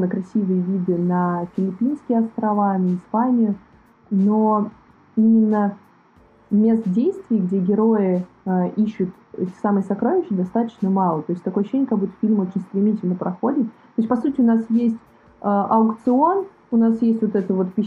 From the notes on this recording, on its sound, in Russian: Просим прощения за не очень хороший звук. При записи возникли неполадки.